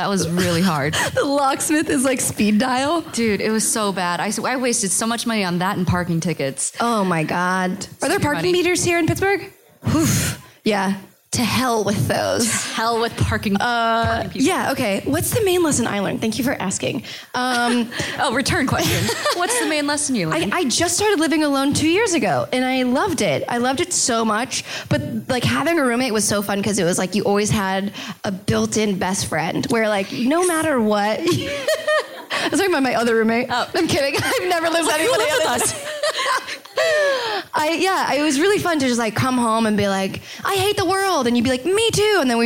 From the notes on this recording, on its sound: Live in Pittsburgh! A live show hosted by the Filipino Students Association at the University of Pittsburgh.